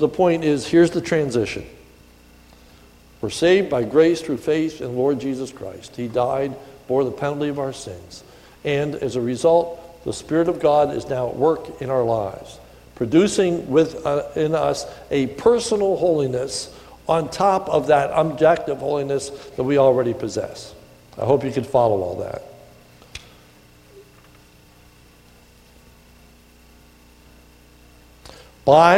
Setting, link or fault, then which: setting, large echoing room